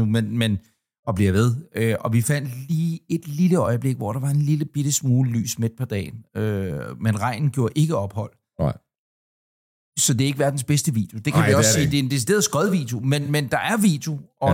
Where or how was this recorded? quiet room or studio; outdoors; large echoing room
quiet room or studio